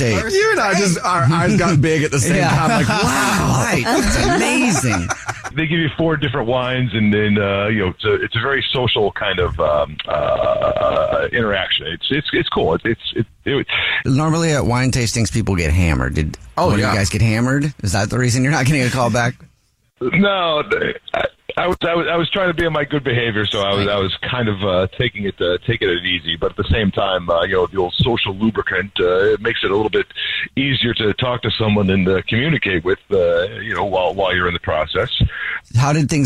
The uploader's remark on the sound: We get that other person on the phone.